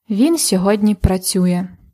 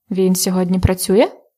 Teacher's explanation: for the question, the intonation goes up · Shown in: second take · The plain intonation in Ukrainian of the narrative sentences is downward. It goes down, like він сьогодні працює.